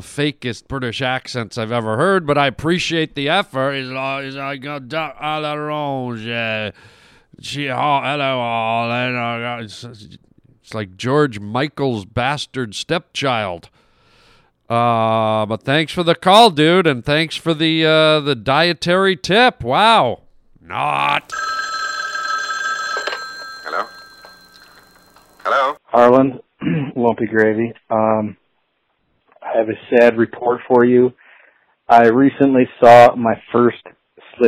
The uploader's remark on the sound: Phone calls